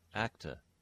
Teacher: So a word that in English is ending it with an er sound in a rhotic accent, a rhotic version of English. In non-rhotic versions of English, they just use schwa.